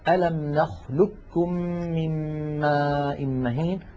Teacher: إدغام القاف الساكنة في الكاف، وقلنا ليس لها إلا مثال واحد في القرآن الكريم وهو قوله تعالى في سورة المرسلات ألم نخلقكم من ماء مهين، ننطقه بكاف مشددة.